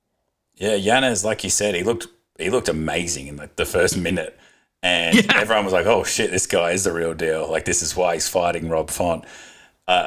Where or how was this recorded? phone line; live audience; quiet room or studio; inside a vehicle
quiet room or studio